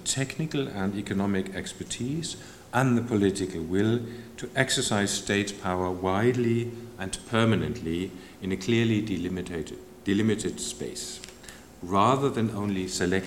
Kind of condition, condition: setting, large echoing room